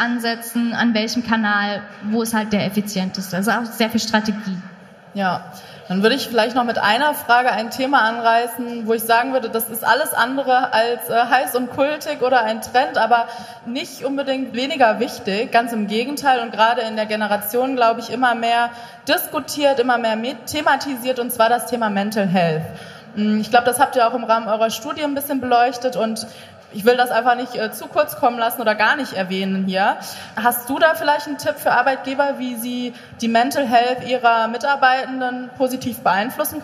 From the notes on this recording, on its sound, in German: LIVE auf der Zukunft Personal Europe. Live am Stepstone Stand auf der Zukunft Personal Europe in Köln.